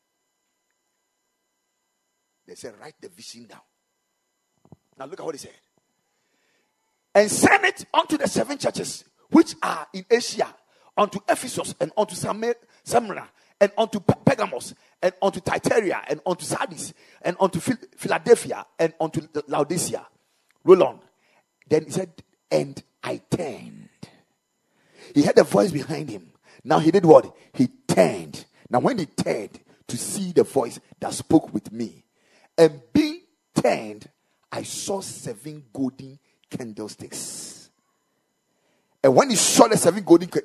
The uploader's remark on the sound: Preached at the Kingdom Sight Service.